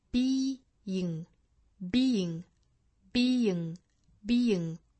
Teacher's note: being 前面是一个紧音的一个 e 的发音后面加的这个 ing 它的元音是一个松口的 a 所以说应该是从紧音过渡到松音